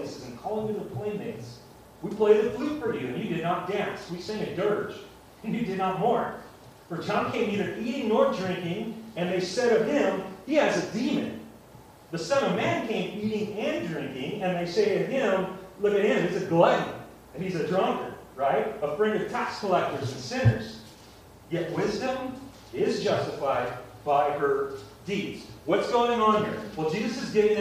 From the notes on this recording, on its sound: Sorry about the audio quality